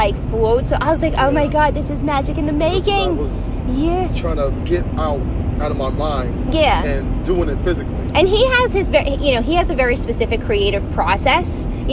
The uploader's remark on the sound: Our first podcast of the season in the car as we head to our 5th Annual Winters Kiss.